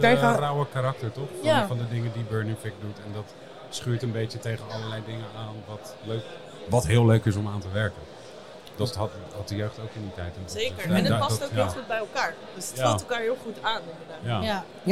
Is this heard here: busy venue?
yes